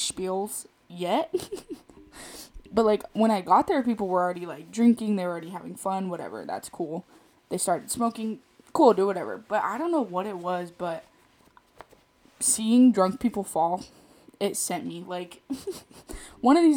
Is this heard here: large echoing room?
no